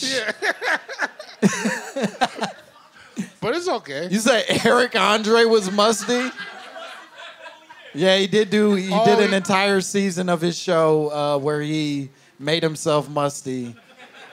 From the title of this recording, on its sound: My Momma Told Me Live from Seattle!